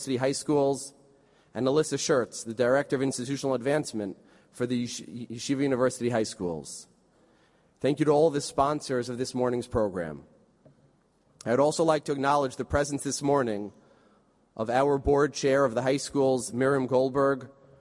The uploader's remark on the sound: This recording is of the opening session of the Yom Iyun marking the centennial of Yeshiva University's High School for Boys on 18th December 2016